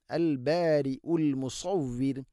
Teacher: മുസ സ്വാദ് ഇസ്തിഇലാഇൻ്റെ അക്ഷരമാണ്, സ്വരഭാരത്തിൽ ഉച്ചരിക്കണം, നാവിൻ്റെ മധ്യഭാഗം അണ്ണാക്കിലേക്ക് ഉയർന്ന് നിൽക്കണം